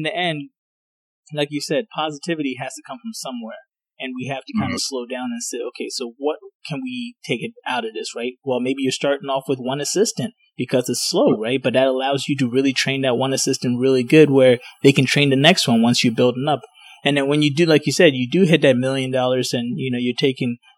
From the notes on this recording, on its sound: Sorry for the subpar audio quality.